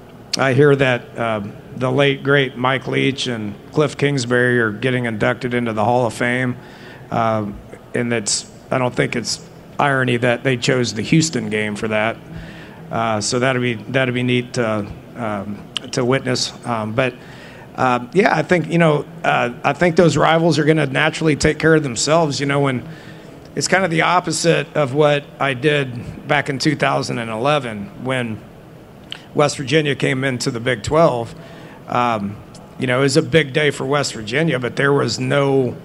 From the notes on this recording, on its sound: Press conference at Big 12 Football Media Days.